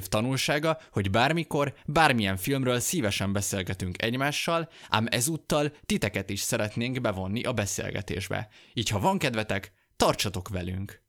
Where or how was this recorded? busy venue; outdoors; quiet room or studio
quiet room or studio